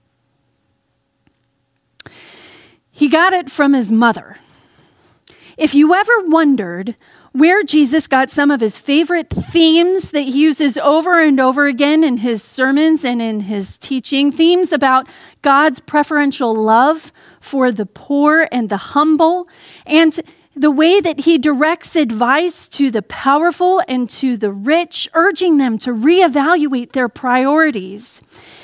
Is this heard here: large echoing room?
yes